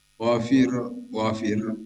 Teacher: Fir itu bukan tafkhim karena setelah kasroh. Wafir ro dimatikan setelah kasroh. · Term: tarkik